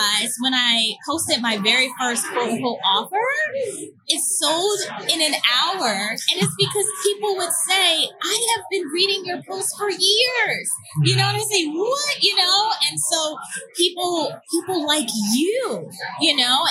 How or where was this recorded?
busy venue